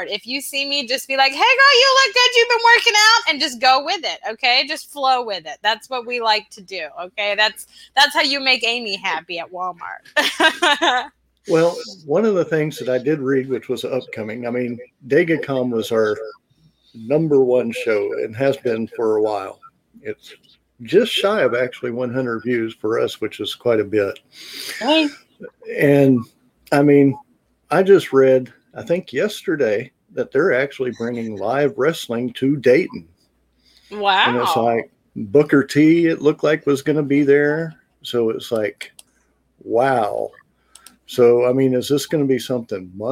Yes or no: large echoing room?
no